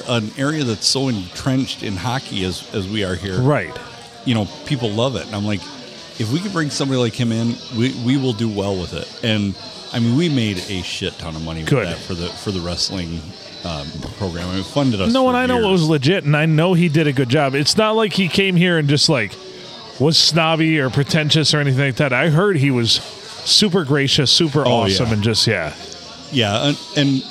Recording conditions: busy venue